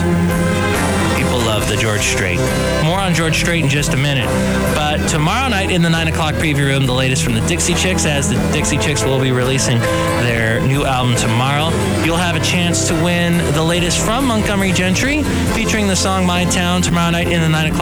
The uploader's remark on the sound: podcasts live from Café Anyway